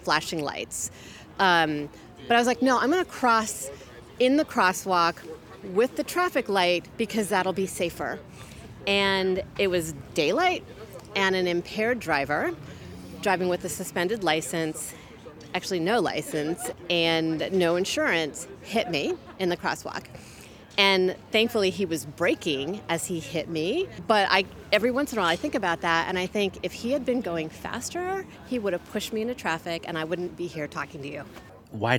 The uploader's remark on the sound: The World Day of Remembrance for Road Traffic Victims event that was held in Portland. You'll hear interviews recorded while walking from Lloyd Center to a memorial and speeches at Veterans Memorial Coliseum, speeches made at the demonstration. The event was organized by The Street Trust, Oregon Walks, and Families for Safe Streets OR/WA.